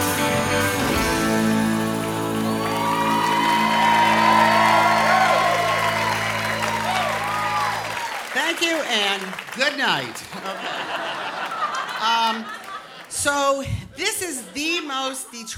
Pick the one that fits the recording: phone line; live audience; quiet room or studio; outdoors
live audience